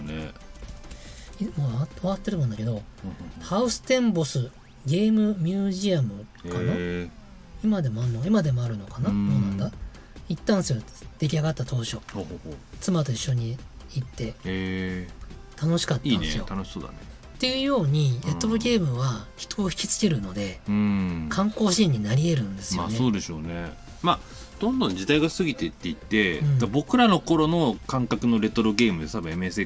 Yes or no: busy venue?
no